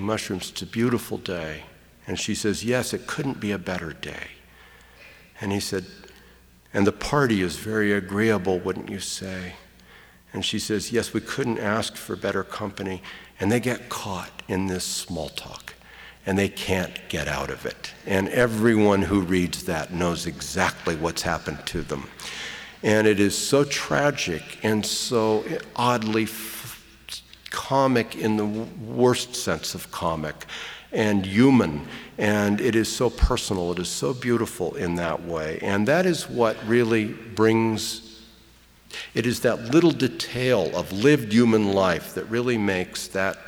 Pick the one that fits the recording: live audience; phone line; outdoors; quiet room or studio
live audience